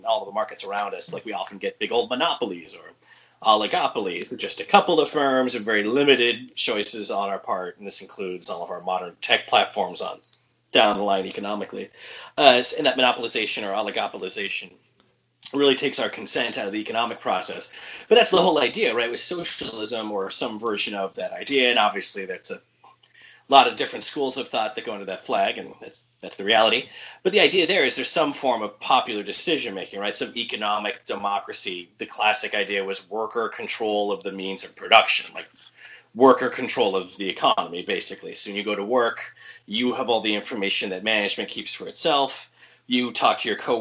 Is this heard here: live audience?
no